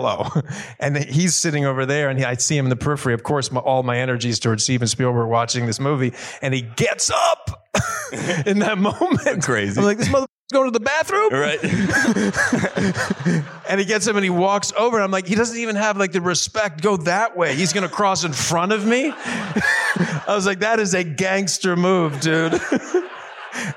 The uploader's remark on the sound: in a Q&A at the DGA theater in Los Angeles